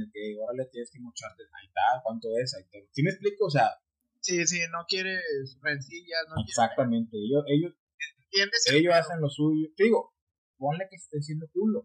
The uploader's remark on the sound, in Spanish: Quiero disculparme por la calidad del audio. Desafortunadamente, configuré mal los ajustes del micrófono al momento de grabar este podcast, por lo que el audio quedó como quedó.